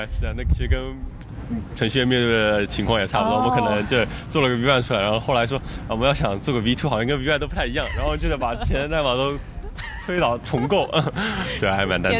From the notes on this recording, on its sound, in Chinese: 户外录音，稍有杂音，多谢谅解！